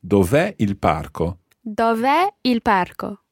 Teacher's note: Just think about the stress coming on that e.